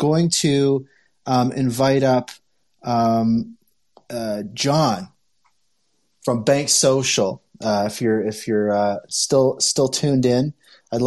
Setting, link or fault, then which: link, video call